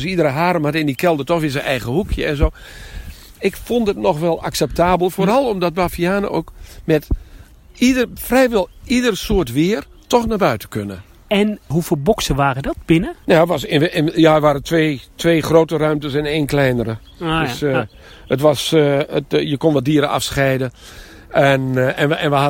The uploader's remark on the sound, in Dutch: Wandeling door het Noorder dierenpark